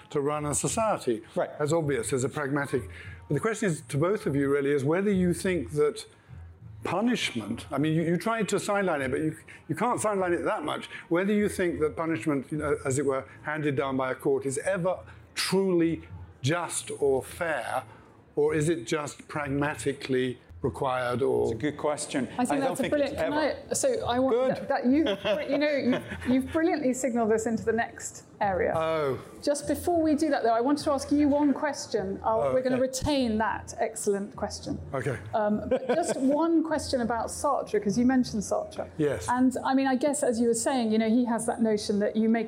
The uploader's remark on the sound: This episode was recorded live at our philosophy festival HowTheLightGetsIn.